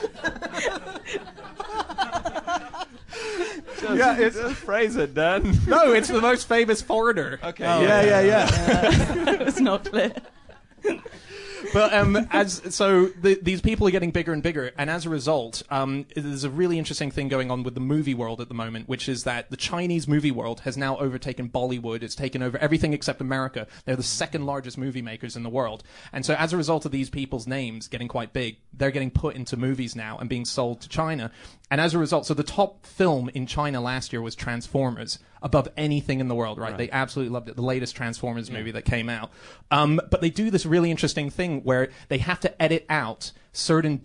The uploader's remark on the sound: In their first ever live podcast recording